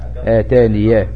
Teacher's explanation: أثبت هذه الياء الزائدة وصلا مفتوح